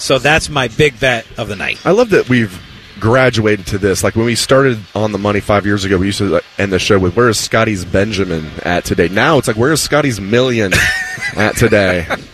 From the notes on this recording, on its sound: live from Hollywood Casino